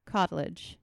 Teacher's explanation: when you don't pronounce the R, there's more incentive to cut out the middle syllable in that word.